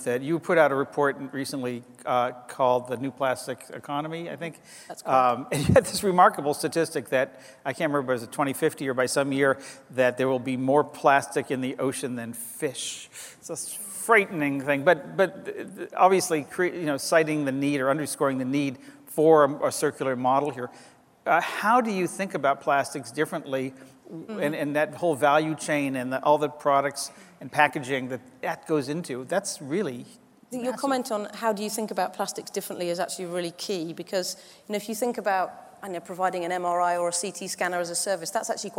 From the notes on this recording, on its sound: GreenBiz 16. This week's GreenBiz 350 podcast comes live from the Phoenix site of our annual gathering of sustainability chiefs from some of the world's biggest companies.